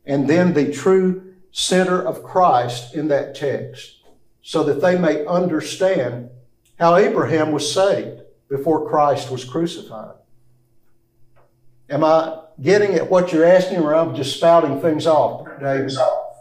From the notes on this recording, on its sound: This lecture comes from the classroom of CBTS.